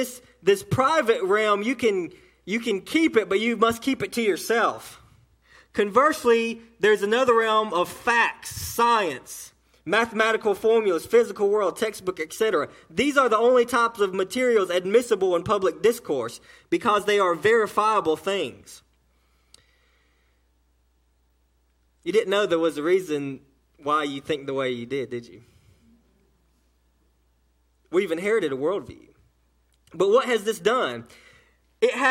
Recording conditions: large echoing room